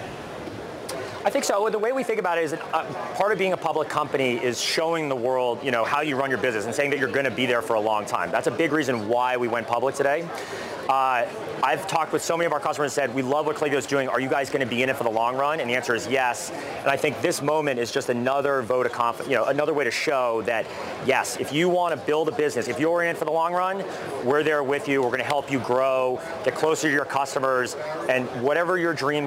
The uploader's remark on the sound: live from the floor of the New York Stock Exchange